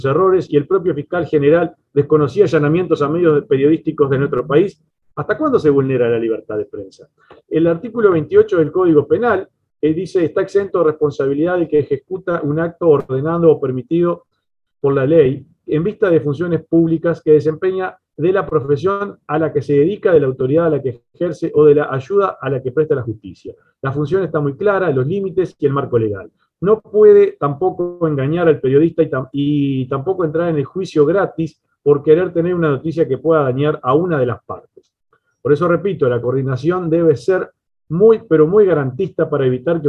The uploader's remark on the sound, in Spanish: Mesa Redonda Virtual.